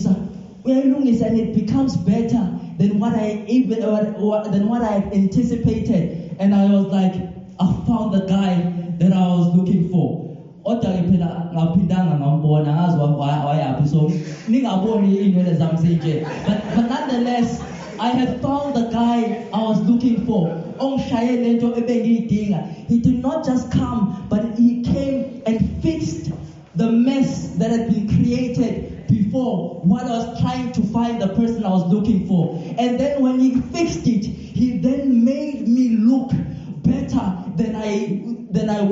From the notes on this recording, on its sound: This Sermon was recorded live at Montclair SDA.